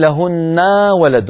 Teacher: لهن تمد الفتحة زيادة فيتولد منها ألف